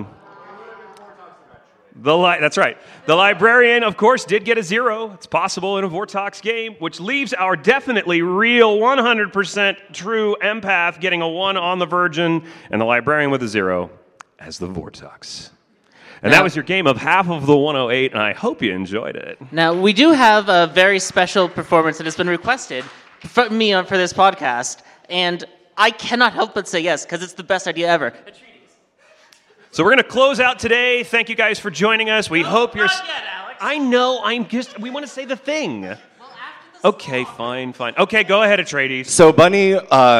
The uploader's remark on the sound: Grim Scenarios Live! From Las Vegas